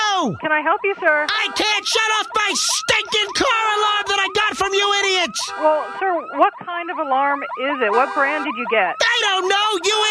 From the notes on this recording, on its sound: Personal Prank Phone Calls Collection.